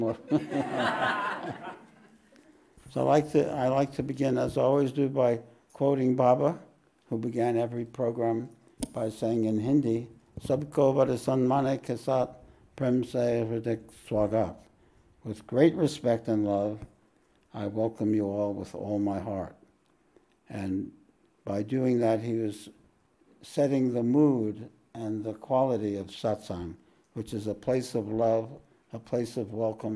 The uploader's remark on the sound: This podcast was recorded live at The Ashram in Mount Eliza on the 2nd of December, 2023.